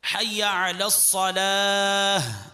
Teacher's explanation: آخر میں ہا، اس کی آواز بھاری ہوتی ہے